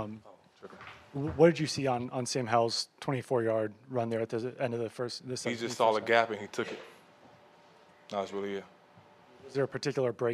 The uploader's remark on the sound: addresses the media at Gillette Stadium